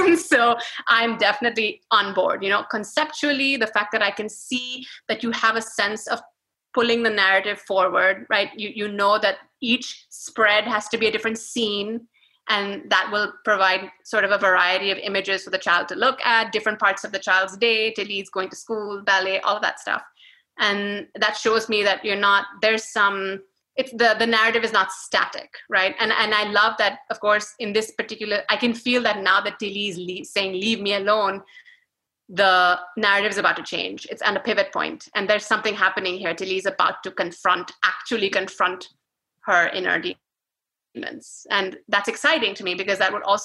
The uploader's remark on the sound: This was our very first Zoom event, our first live podcast recording with guests in the room with us. We were thrilled to welcome more than 100 of you.